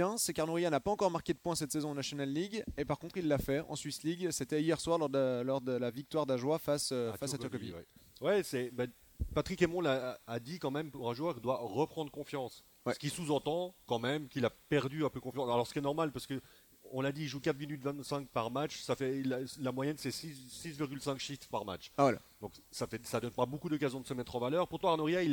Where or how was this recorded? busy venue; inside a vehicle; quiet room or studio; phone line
busy venue